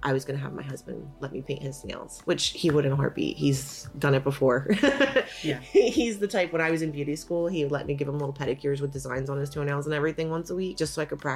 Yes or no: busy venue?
no